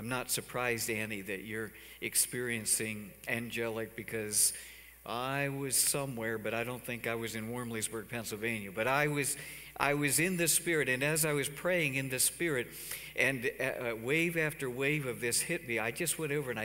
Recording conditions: large echoing room